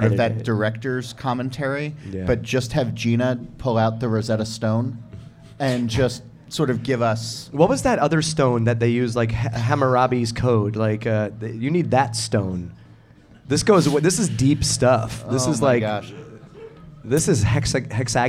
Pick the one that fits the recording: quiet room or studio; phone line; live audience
live audience